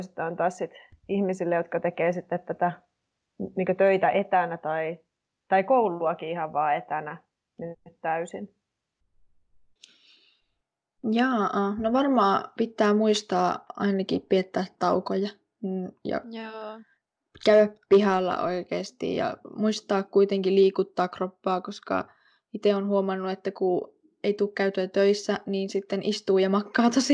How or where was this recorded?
video call